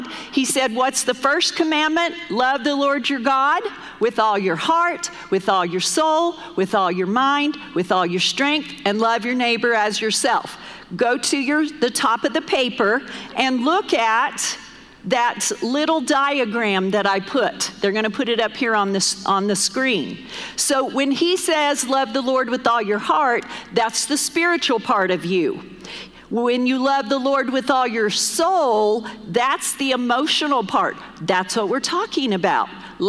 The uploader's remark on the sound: Recorded live during our Wednesday night service